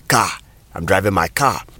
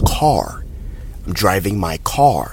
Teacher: the thing about the R sounds in the American accent, you can actually hear it · Shown in: second take